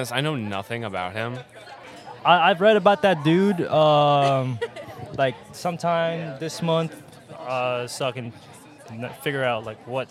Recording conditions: outdoors